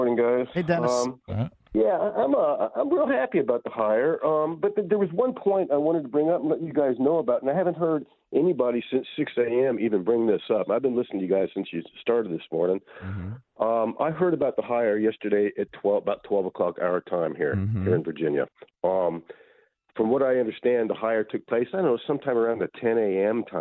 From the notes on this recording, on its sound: take callers